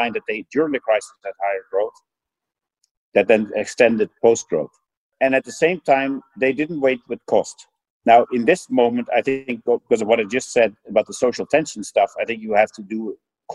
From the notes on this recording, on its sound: Spoke via video conference in mid-April. This is an edited version of their conversation.